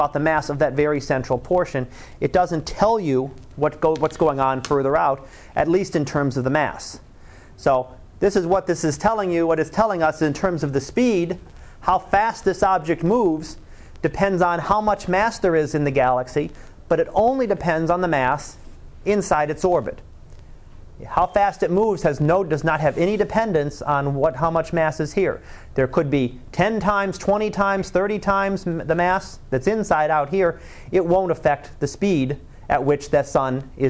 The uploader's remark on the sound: Live Class Lecture